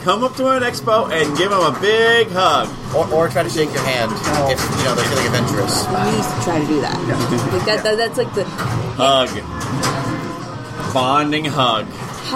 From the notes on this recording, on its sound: This week we are live. From the Silverball Saloon in East Rochester, NY.